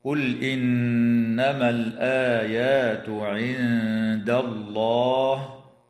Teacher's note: وتخفى النون الساكنة عند الدال مع الغنة مرققة في كلمة عند